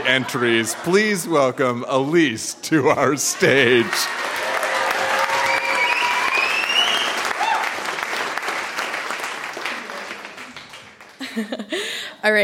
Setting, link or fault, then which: setting, live audience